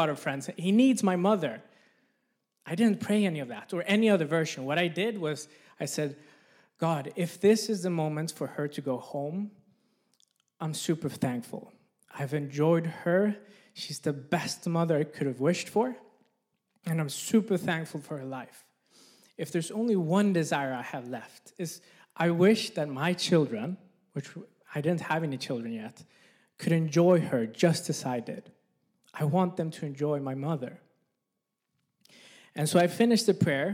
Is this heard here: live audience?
yes